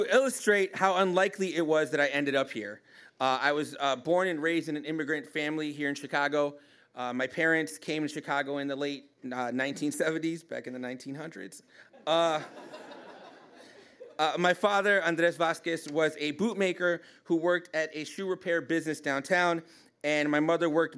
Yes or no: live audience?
yes